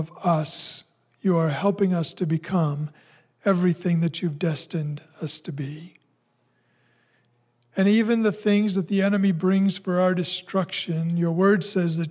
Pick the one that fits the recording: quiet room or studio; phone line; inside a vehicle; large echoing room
large echoing room